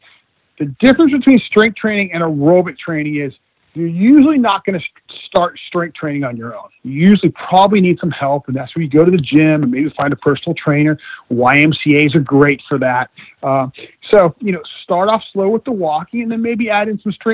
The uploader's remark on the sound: via internet phone